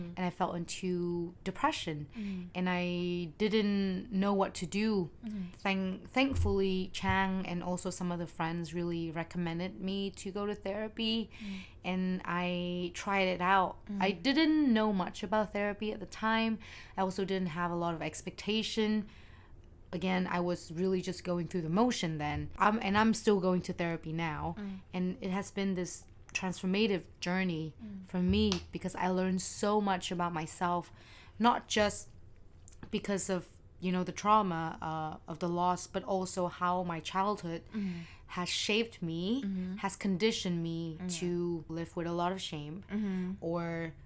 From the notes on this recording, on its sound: We apologize for the uneven volume, we haven’t really figured out this fancy micro yet